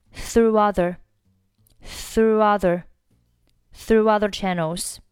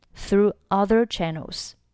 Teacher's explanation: 前面的元音是元音 u 结尾，中间可以加上一个 w 的半元音 · Shown in: first take